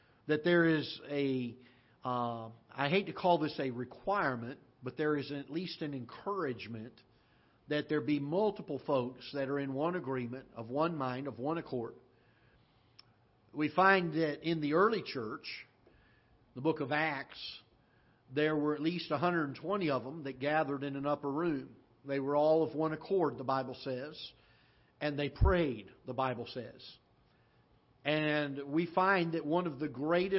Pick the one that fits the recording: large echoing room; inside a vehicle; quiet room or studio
large echoing room